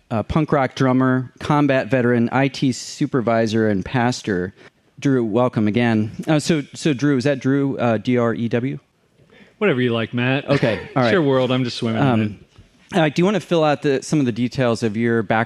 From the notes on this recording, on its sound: We're back with our 5th annual "Live at Nashotah House" episode!